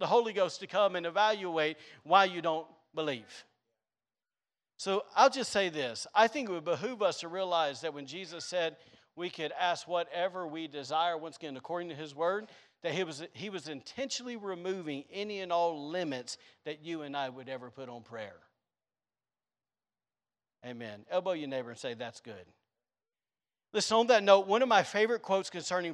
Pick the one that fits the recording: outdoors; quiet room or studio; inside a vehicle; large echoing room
large echoing room